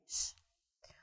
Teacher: Не такой твердый, как в русском языке, но и не мягкий · Term: звук Ш